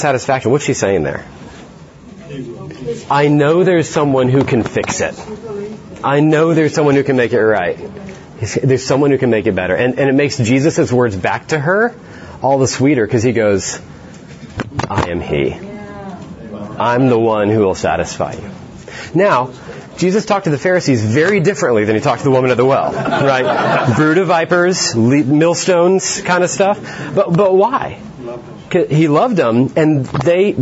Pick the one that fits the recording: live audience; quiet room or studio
live audience